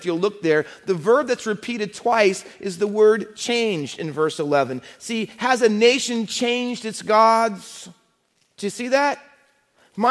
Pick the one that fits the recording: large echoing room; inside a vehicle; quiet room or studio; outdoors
large echoing room